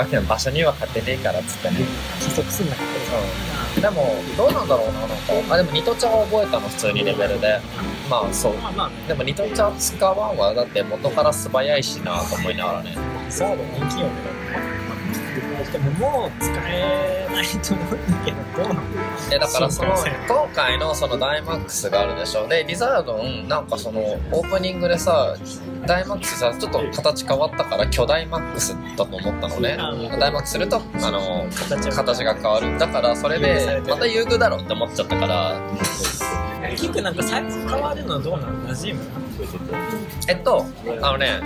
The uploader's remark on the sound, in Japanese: コーヒーショップで急遽収録した為、雑音があり聞きづらく